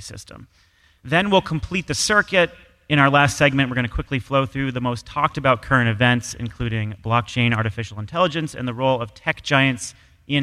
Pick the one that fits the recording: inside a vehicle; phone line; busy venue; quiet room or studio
busy venue